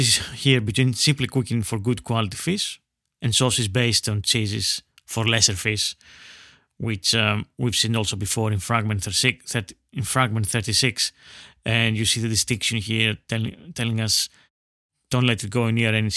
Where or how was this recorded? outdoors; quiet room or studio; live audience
quiet room or studio